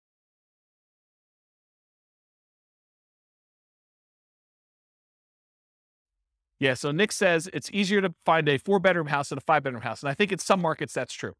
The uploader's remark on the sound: This was a live class recorded